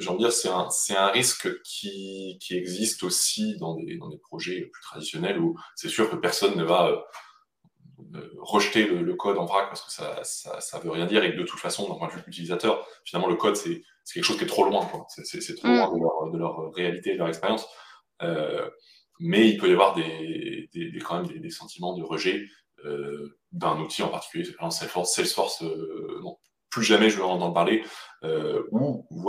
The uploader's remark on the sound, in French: la qualité audio étant anormalement mauvaise sur cet épisode